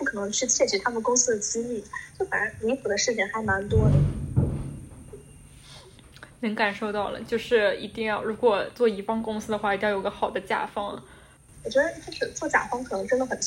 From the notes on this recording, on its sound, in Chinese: 由于远程录制问题，本期节目音质十分糟糕，还请见谅。